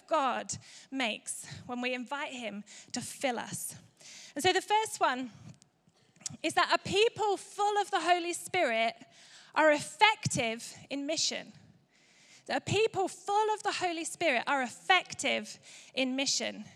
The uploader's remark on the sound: Recorded live at Life Church Lancashire on Sunday 22nd October 2023.